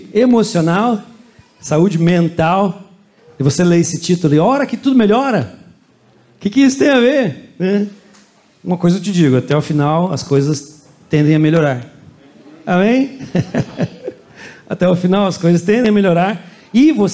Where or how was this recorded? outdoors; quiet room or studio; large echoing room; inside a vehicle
large echoing room